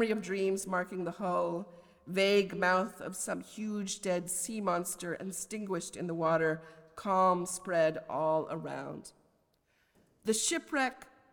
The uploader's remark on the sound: A lecture as the Oxford Professor of Poetry.